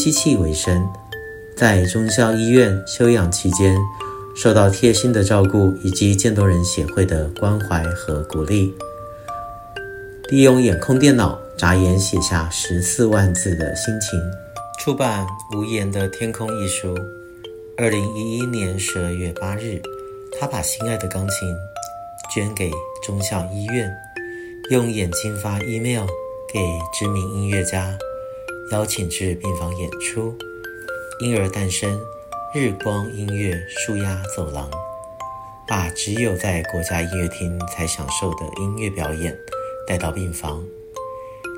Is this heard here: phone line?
no